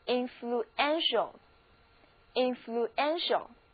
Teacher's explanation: 上一个形容词后缀 ial，得到这个更长的单词是 influential，influential。注意这个时候字母 ue 并不再在一起发 u，而是分别发音， u 读作 u，是一个短的 u，而 e 则读作 a，重音呢也后移了